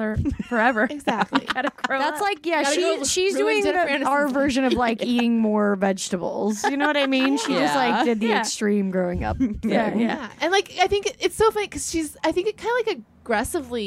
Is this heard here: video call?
no